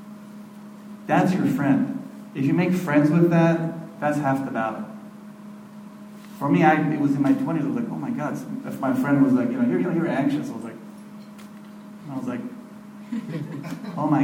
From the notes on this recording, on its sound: This lecture and Q&A session was recorded on February 18, 2013, at Norma Kamali's Wellness Cafe in NYC.